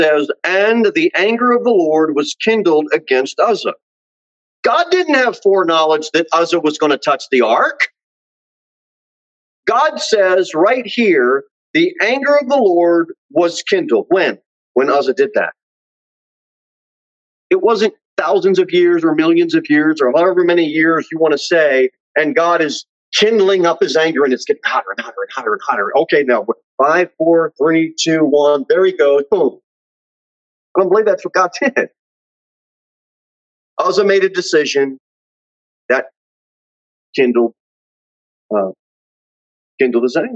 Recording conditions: large echoing room